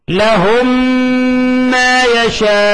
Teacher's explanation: فمثال على إدغام المثلين الصغير نمثل لذلك في نحو قوله تعالى لهم، هي هذه ساكنة وهي هذه متحركة، ما، فبندغم الميم هذه في هذه، ميم الأولى في الثانية، فبتصير لهم ما، لاحظوا صارت ميم واحدة مشددة